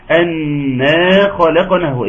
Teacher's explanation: النون تغنم مقدار حركتين · Term: نون العظمة